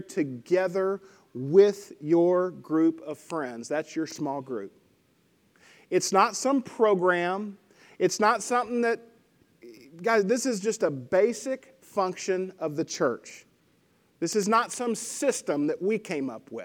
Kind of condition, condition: setting, large echoing room